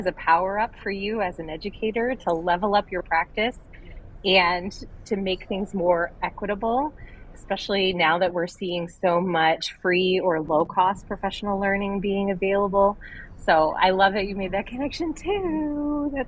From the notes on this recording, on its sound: Our noisiest studio to date– the Exhibition Hall at one of our favorite Ed Tech Conferences for our first ever LIVE Pop Culture Pop Up.